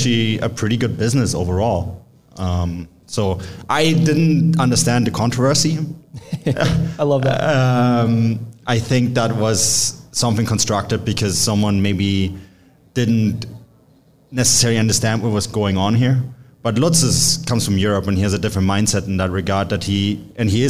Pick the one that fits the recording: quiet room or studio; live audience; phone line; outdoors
live audience